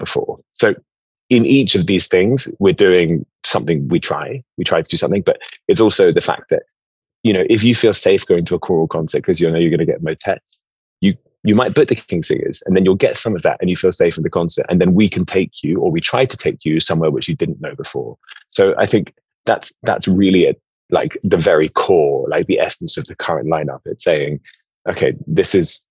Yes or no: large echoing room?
no